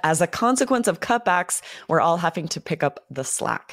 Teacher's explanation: We're punching cutbacks a little bit, and then a little pause after that comma.